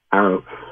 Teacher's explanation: We use the French tarot with the T at the end. It's usually silent when pronounced